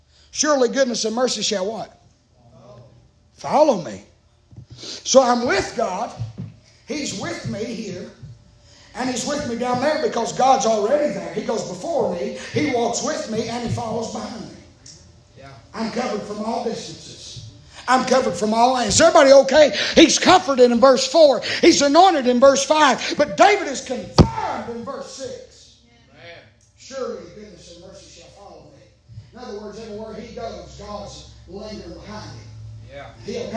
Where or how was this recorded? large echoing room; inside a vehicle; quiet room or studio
large echoing room